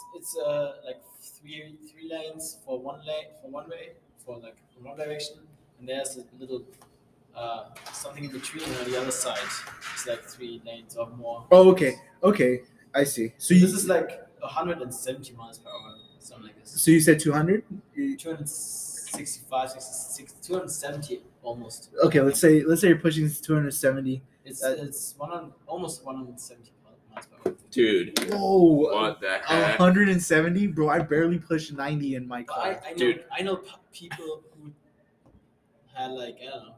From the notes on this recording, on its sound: Anchor Did Us Dirty! Technical Difficulties.